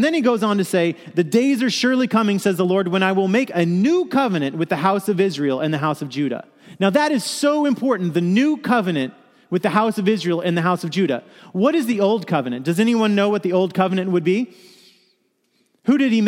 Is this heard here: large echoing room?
yes